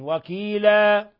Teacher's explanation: وكيلا إذا وقفنا عليها نقف عليها بالألف، وكيلا وبمد حركتين، وهذا ما يسمى بمد العوض، حيث أبدلنا تنوين الفتح ألفا مقدارها حركتين.